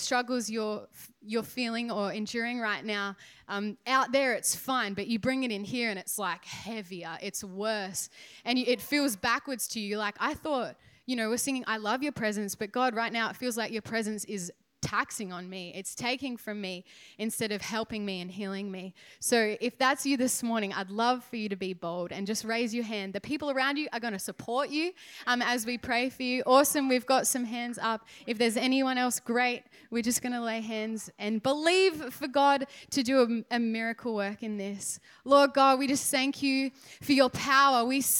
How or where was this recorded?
large echoing room